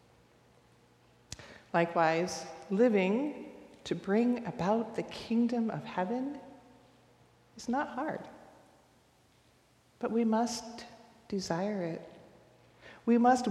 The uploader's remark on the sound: recorded live at the 10:00am service on Sunday, November 12, 2023